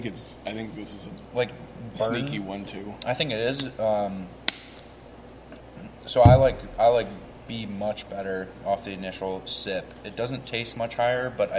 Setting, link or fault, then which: setting, busy venue